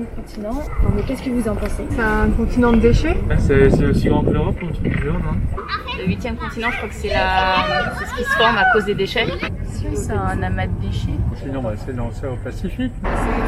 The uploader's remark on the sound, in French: Elles ont effectué un micro-trottoir.